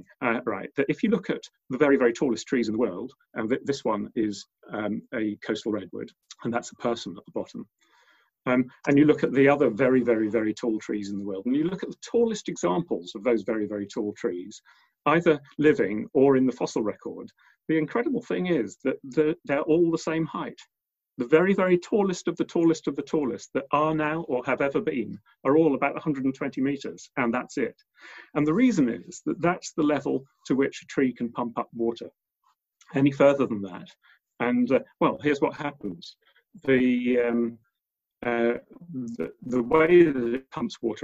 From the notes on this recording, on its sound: Recorded at the 5x15 zoom online event on 20th April, 2020.